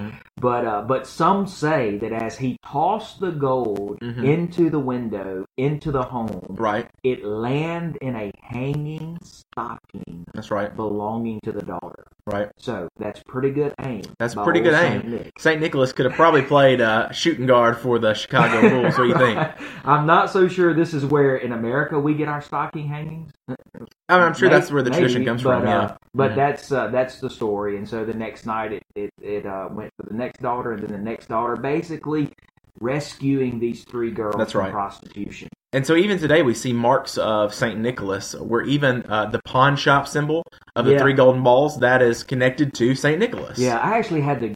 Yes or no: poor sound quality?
yes